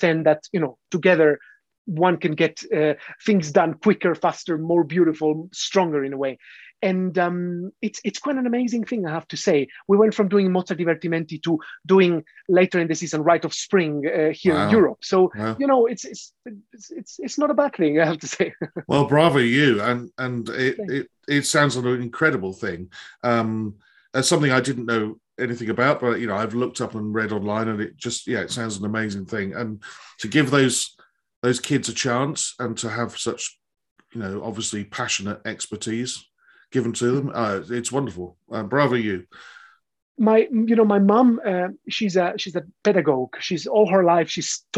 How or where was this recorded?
video call